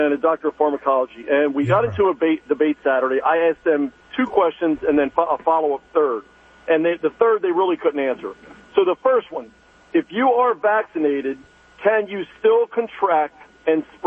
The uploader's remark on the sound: Takes calls from live listeners. Listeners call.